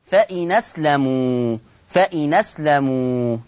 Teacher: عندنا بقى الآية برضو الخامسة أو في ذات الآية فإن أسلموا فيه النقل، فيه النقل هشيل الهمزة واخد الفتحة حطها على النون، طيب تبقى نون مفتوحة فتقرأ فإناء، فإناء هكذا فإناء.